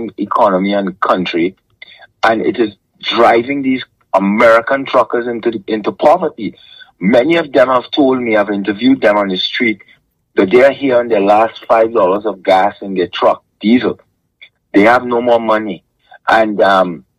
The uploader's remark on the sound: Truckers Call